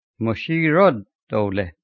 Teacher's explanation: although written fully in Arabic, in pronunciation, the letter L is not pronounced